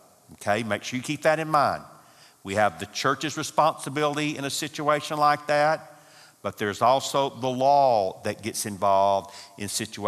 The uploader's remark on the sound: from the 2018 marriage conference hosted at Parkwood.